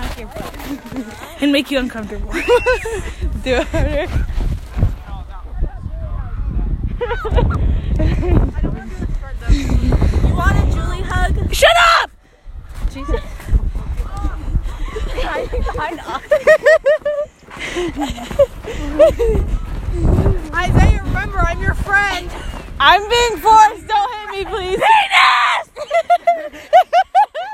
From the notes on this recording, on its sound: we recorded this during recess and lunch